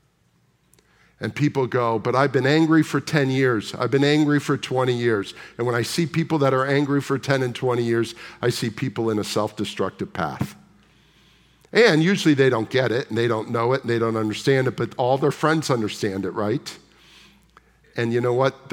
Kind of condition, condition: setting, large echoing room